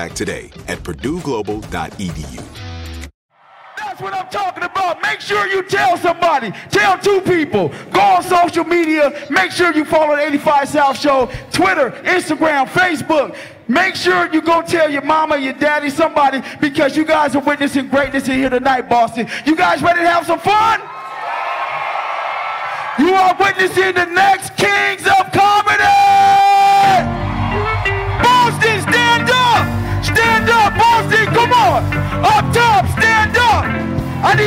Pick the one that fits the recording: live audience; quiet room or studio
live audience